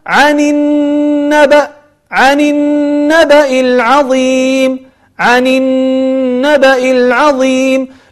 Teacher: نلاحظ أن النون مشددة وفيها غنة الذي هو الصوت الذي يخرج من الخيشوم